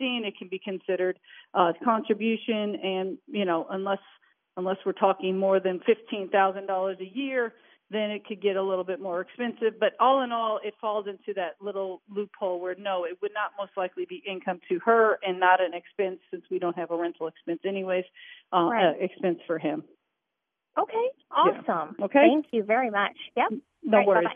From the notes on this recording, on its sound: Is on phone while at the annual Christmas Parade in Gallatin . Answer questions from callers live. Live from America's Music City. Live from the parade scene.